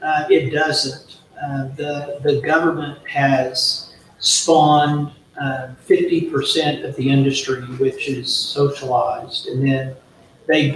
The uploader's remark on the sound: LIVE from the annual FMMA conference!